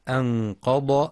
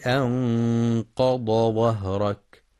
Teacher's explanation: يخطئ من يقرأ أنقض بالظاء أنقض، والصواب أنها ضاد بخلاف التي بعدها ظهرك، فيلزم التفريق بينهما.